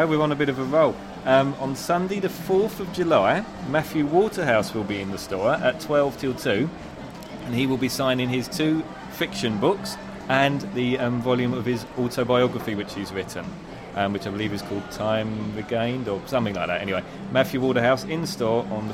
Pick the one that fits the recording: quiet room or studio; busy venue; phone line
busy venue